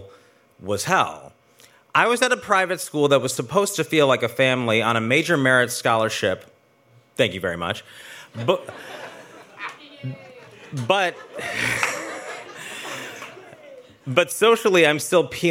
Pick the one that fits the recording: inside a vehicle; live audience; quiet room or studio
live audience